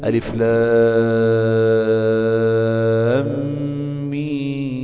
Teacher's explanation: الوجه الأول المد 6 حركات وده الأصل